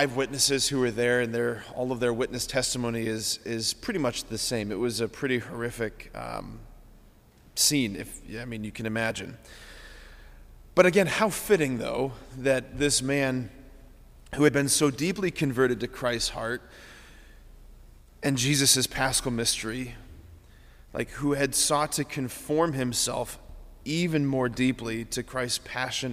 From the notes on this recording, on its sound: this homily on December 29, 2023 at Sacred Heart of Jesus Catholic Church in Wadsworth, OH.